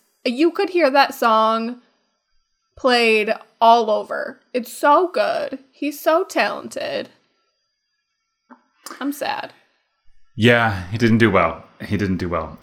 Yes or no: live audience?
no